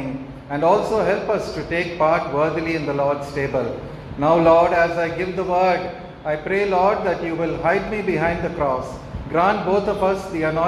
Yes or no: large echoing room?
yes